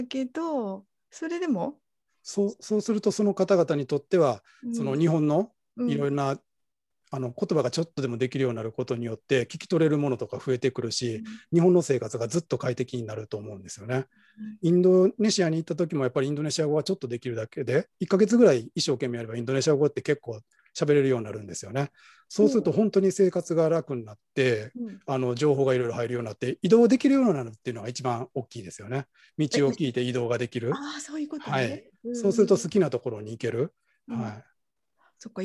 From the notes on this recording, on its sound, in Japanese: 収録場所：オンライン (Zoom)。